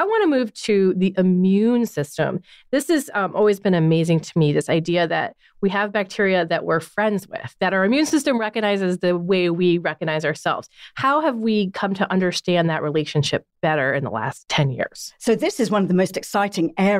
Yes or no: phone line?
no